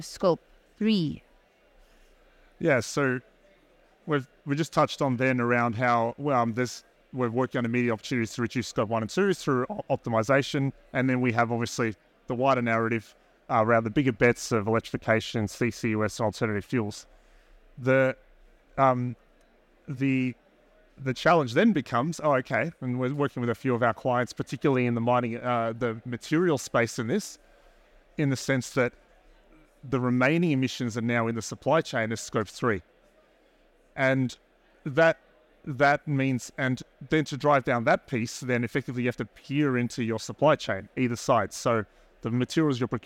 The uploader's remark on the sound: Recorded live at ADIPEC 2023